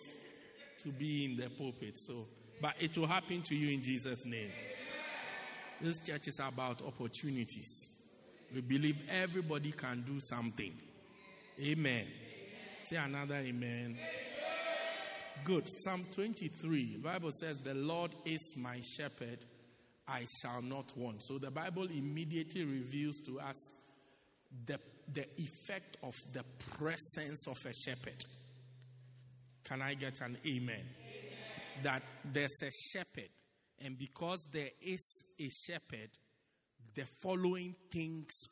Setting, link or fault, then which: setting, large echoing room